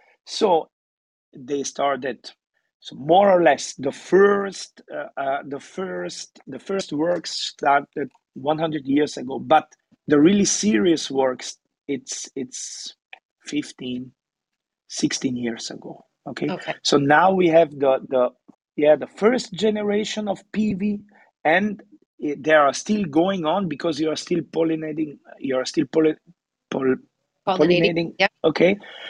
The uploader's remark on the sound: These sessions are recorded from Clubhouse and replayed here on the Italian Wine Podcast! These recorded sessions are then released on the podcast.